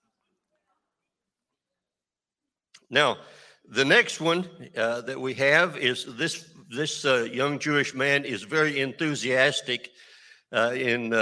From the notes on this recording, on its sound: This JAT was recorded live on November 6th, 2022 at Newark United Pentecostal Church.